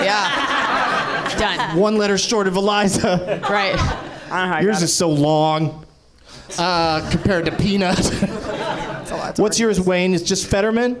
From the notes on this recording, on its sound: Live from the NerdMelt Showroom in Los Angeles